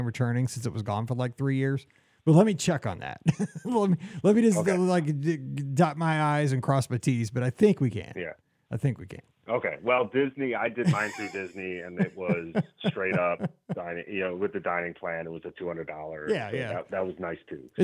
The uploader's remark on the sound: This is the Live Call-in Show from this past Sunday night. Was in the studio solo.